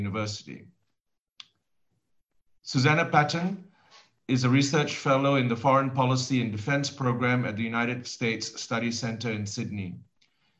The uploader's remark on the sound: During this Webinar. Our distinguished panel share their views.